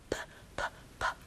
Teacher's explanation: p 사운드는 파열음인지라 p, p, p 이렇게 터져야 돼요.